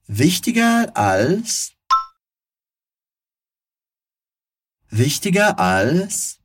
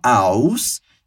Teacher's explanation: Nada de falar aus, mas sim als, com a língua lá nos dentes. · Shown in: first take